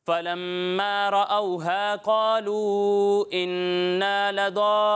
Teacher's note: ٹھیک ہے، تو مد کی مقدار پوری کرنی ہے. اور یہاں مد لازم ہے، اسے تین الف کے برابر کھینچنا ہے